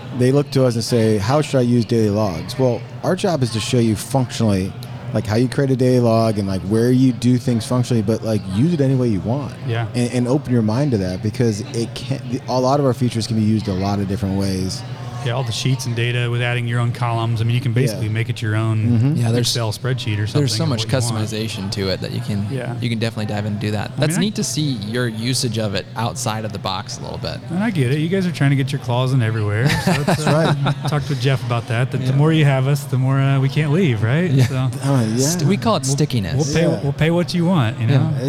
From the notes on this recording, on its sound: This week we are live from Buildertrend University.